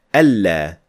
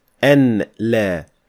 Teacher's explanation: noon must be fused with lam to say alla, not an la · Shown in: first take · That is not an option in the adhan. · Term: idgham